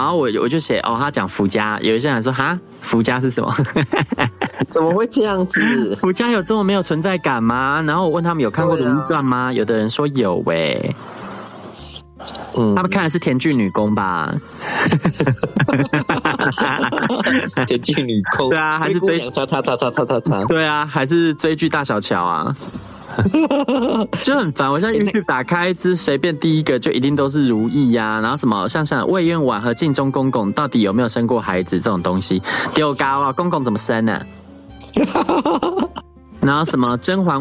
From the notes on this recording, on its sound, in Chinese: 本集是通話錄音唷～。